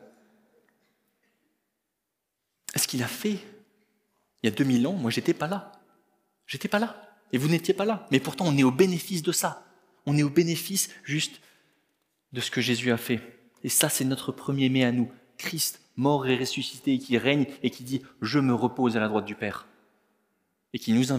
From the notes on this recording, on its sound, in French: Enregistré à l'église CVV